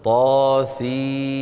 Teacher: ميم مشددة بحاجة إلى غنة أكمل ما تكون